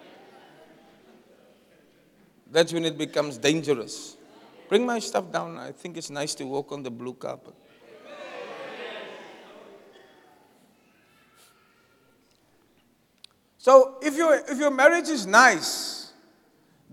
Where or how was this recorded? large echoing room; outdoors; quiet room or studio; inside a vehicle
large echoing room